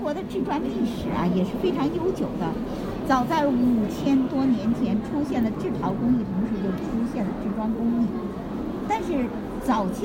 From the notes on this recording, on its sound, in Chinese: 可能会出现一些杂音环境音，已经尽量处理了听感。不定时在对话里“出镜”的，是我们同行的同事&亲友。